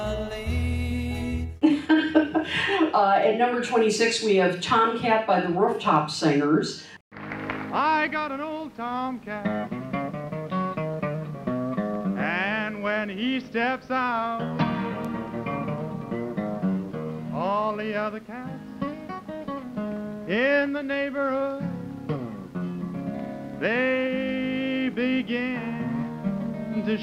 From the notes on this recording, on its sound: Live-ish from the Chicago 2023 Fest for … Fans. Live (on Tape and edited) from the SEATAC room in Chicago, Illinois.